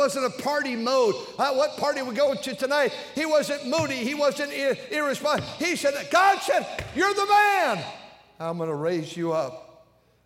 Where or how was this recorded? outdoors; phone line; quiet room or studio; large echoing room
large echoing room